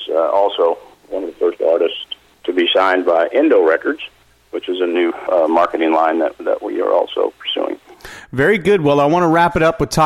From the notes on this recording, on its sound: called in to SmallCapVoice